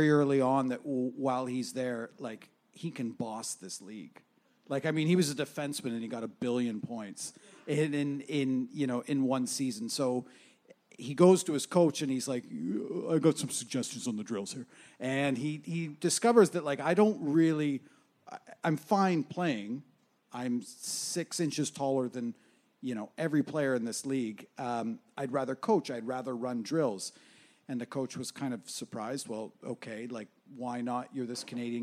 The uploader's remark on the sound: at Puck Talks Festival.